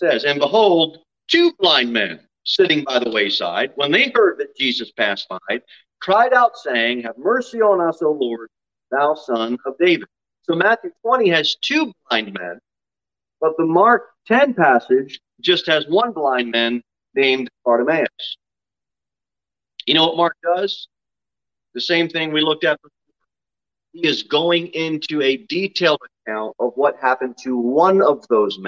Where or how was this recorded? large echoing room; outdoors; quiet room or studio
large echoing room